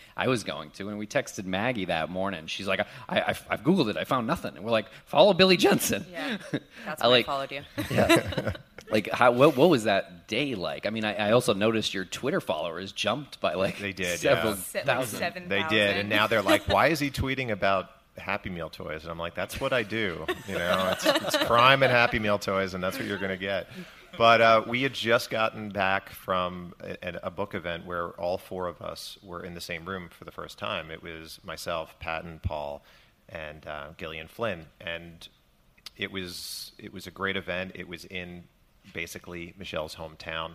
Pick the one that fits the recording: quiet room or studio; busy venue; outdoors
busy venue